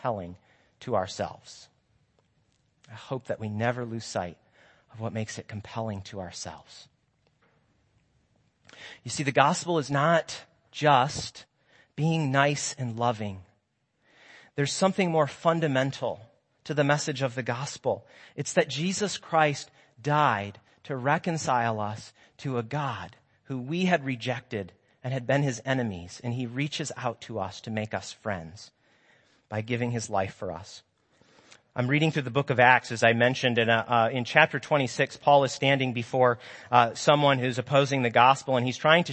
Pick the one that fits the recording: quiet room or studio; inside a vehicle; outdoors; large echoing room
large echoing room